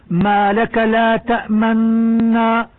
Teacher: فيشار بضم الشفتين إلى ضمة النون المحذوفة رسما والمدغمة لفظة، وذلك بعد تسكين النون تماما · Term: الإشمام